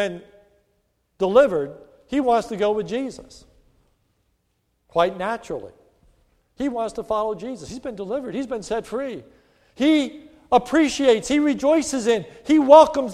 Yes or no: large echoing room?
yes